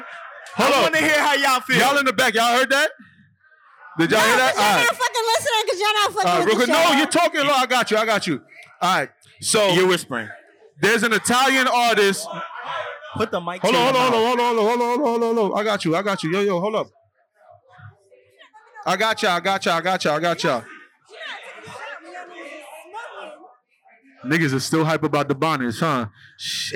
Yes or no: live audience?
yes